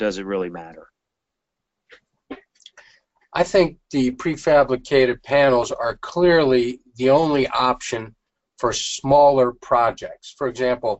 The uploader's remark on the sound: This is an audio version of the FGI webinar.